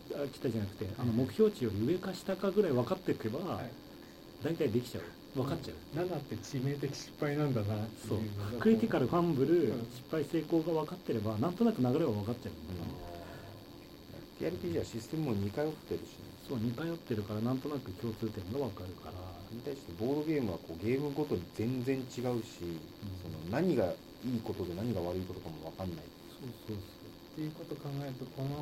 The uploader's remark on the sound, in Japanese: 相変わらず音質が悪く申し訳ないです。次の収録から録音環境を調整します。